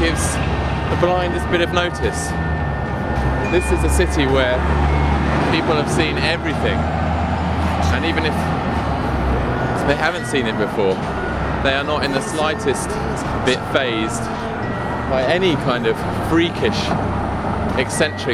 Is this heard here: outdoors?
yes